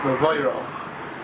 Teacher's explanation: there's a tendency to say the oi for the o